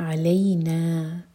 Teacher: عین حلق سے لئی مدلین اور نا مد تبعی، دو حرکہ لمبا. علینا نہیں، علینا.